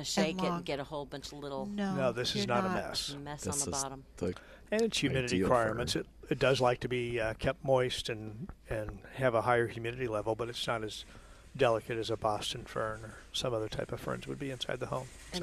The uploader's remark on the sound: Plant Experts Live at Prairie Gardens